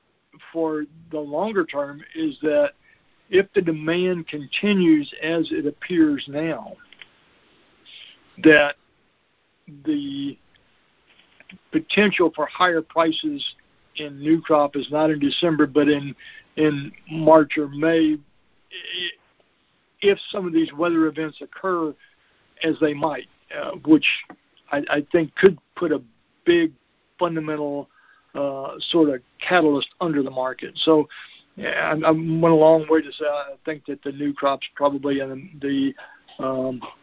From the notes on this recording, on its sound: Monthly Conference Call.